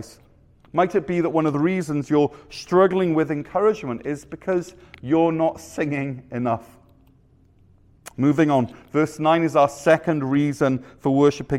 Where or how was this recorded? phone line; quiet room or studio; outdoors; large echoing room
large echoing room